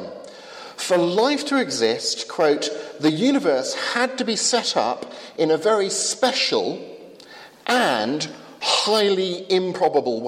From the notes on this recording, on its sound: from the 11 am service at Highfield Church Southampton, August 16th 2015